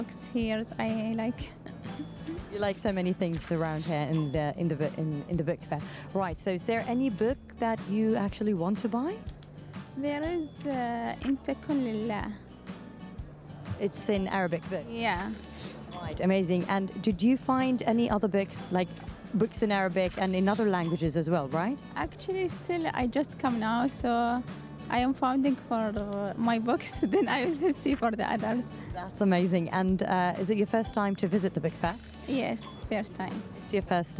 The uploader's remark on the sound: Live from SIBF 2023